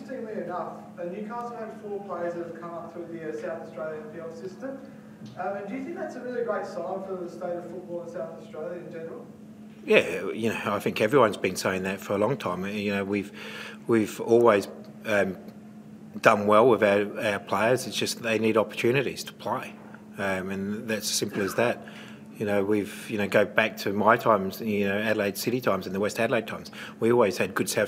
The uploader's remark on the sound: Post-match Press Conference